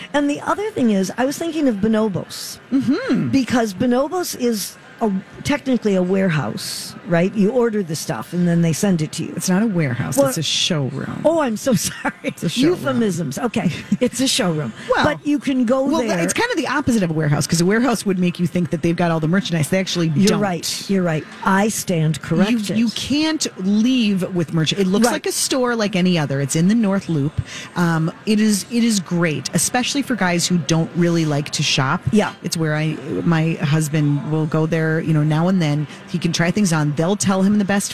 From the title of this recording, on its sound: Live at the Minneapolis Convention Center